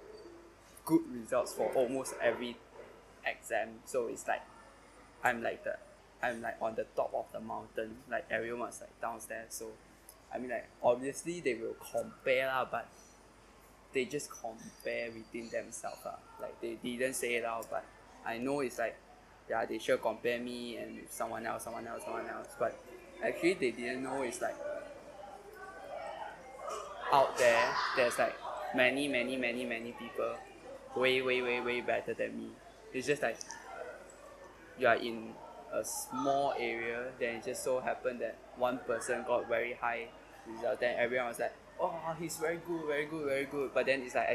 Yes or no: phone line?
no